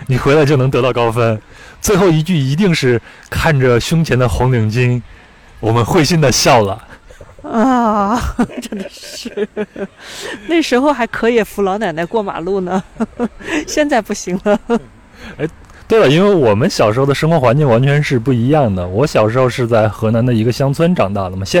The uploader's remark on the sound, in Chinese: 录制地点在北京房山区大石河畔，您能听到树上的蝉鸣、马路上的车声和不远处游泳的小孩子们的喧闹。